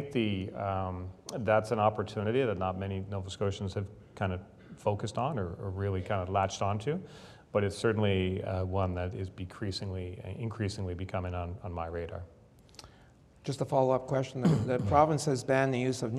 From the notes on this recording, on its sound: This episode of the Insights Podcast features a conversation recorded live. At the Halifax Chamber's Economic Forum.